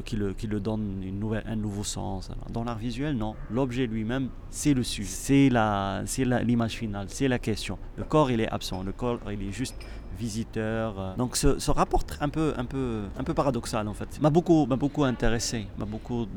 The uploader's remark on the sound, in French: Je l'ai retrouvé dimanche matin dans le centre de Zurich, où on a essayé de trouver un endroit calme et loin des cloches des églises, pour enregistrer notre discussion. Une terrasse de café n'est pas l'idéal mais le choix était très limité !